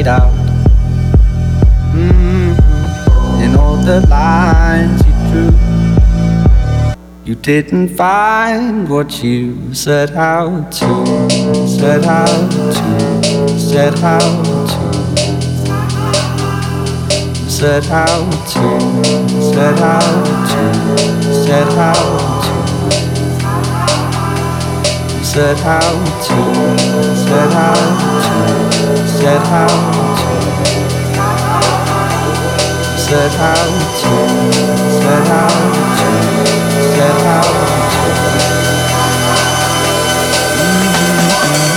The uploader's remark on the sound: Live From Circus II (Montreal, Canada). 4hour Mix powered by Funktion One Sound.